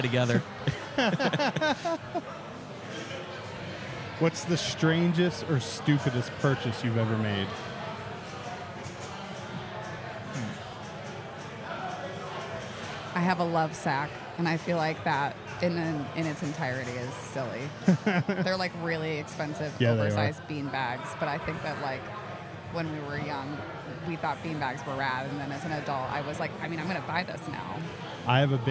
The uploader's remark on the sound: This is the first of three episodes recorded at Xul Beer Company during the weekend of their Kill The Lights festival.